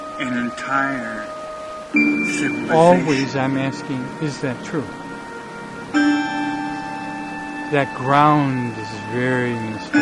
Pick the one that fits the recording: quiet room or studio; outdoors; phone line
outdoors